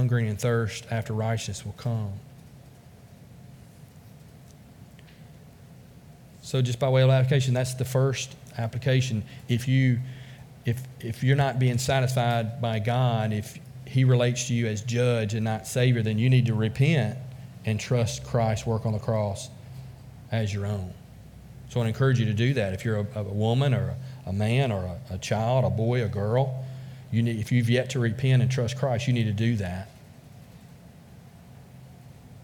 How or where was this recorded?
large echoing room